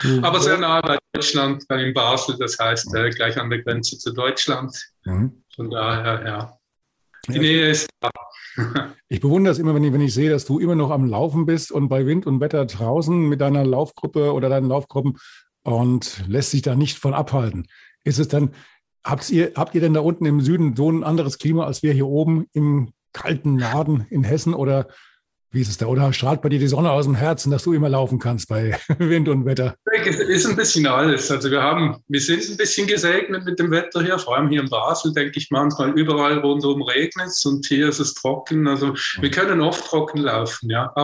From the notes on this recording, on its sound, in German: im Zoom-Call direkt aus dem schweizerischen Basel